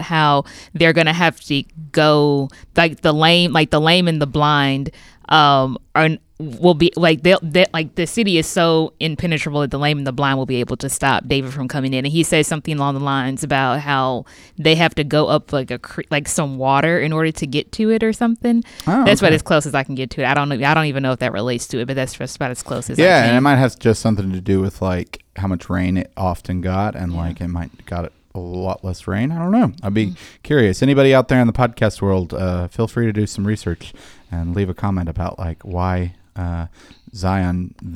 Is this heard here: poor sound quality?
no